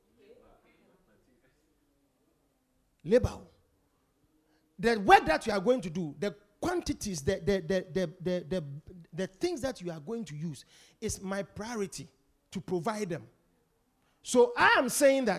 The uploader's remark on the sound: Preached at The Supernatural Encounter Service.